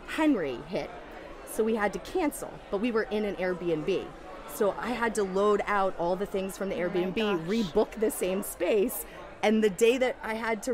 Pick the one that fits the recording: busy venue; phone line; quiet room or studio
busy venue